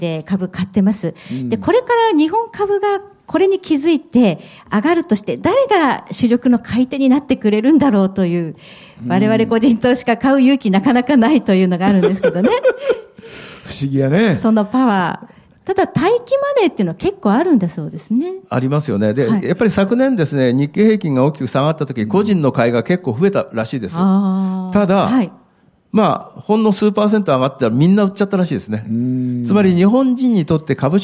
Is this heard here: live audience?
yes